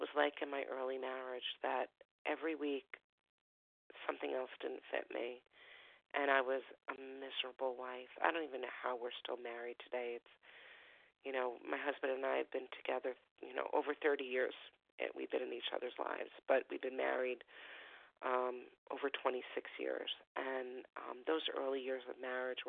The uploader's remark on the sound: Phone Meeting